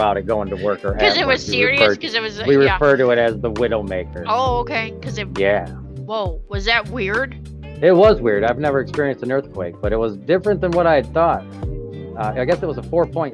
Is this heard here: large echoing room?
no